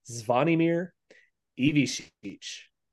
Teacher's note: That's a joke, by the way. That little S with a little ch thing over it, it's an SH sound, and the C is a CH sound.